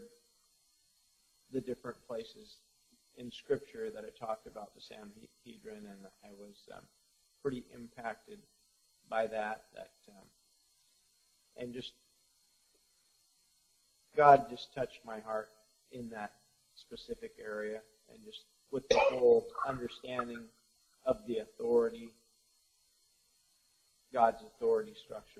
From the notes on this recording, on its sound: Did my best to salvage the archived recording. We had some technical issues.